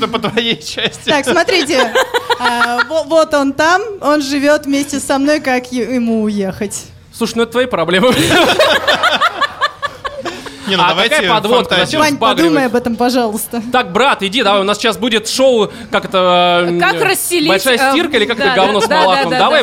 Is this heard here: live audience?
yes